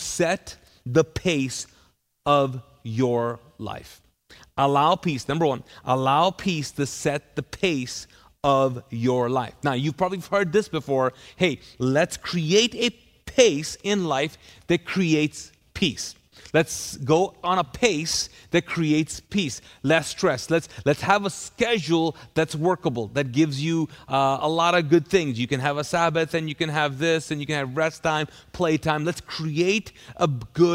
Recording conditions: large echoing room